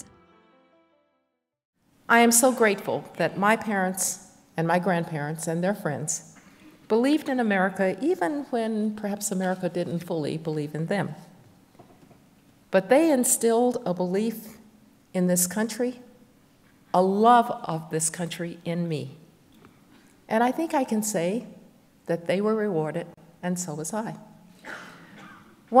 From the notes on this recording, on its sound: we go back two weeks to March 8, 2023 for our in-person event